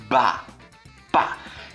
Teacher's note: o ba e o pá, eles são bilabiais, porque a gente prende o ar com os lábios